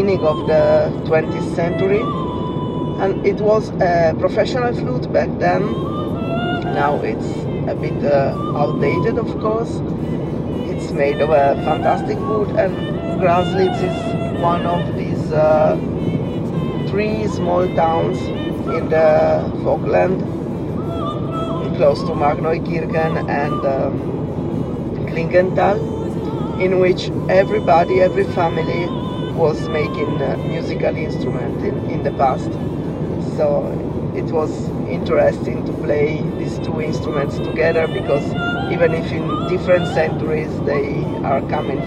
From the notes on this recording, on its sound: what you hear in the background of our speaking and driving